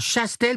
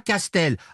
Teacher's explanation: passer du ca au che est typique du français parlé en Île-de-France. · Shown in: first take